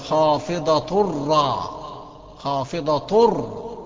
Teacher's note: التنوين دخل جوه الراء واصبح النطق براء خالصة